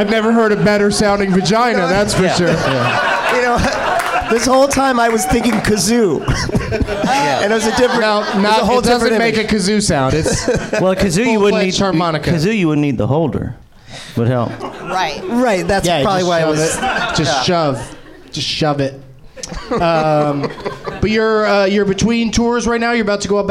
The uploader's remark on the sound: Live from the Nerdmelt Showroom in Los Angeles